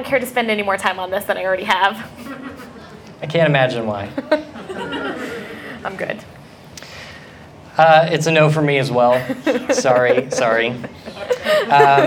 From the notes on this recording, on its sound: Live at AnimeCTX in Austin, TX.